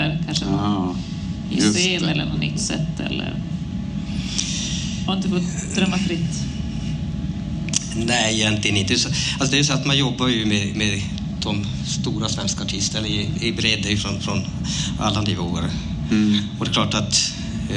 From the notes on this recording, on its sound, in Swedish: Bandkollen spelade in LIVE för första gången inför en publik! Kirunafestivalen bjöd in oss till årets festival och vi tackade ja.